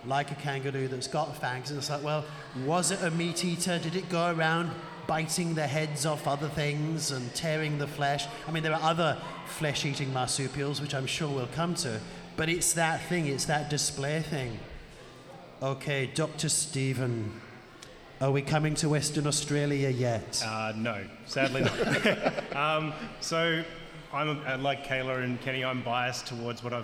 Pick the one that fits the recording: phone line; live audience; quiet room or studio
live audience